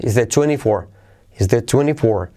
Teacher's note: la R se suaviza al decirlo rápido